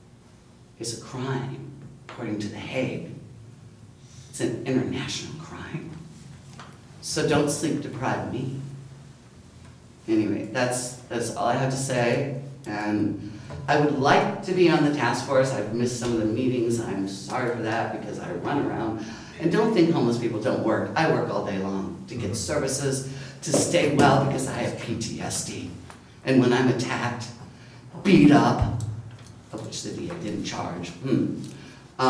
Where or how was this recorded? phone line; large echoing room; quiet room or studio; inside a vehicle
large echoing room